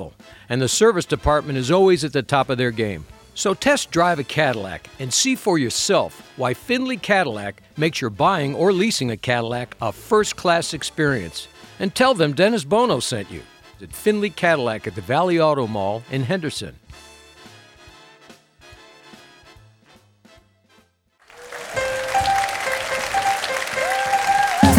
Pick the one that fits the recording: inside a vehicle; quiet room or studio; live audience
live audience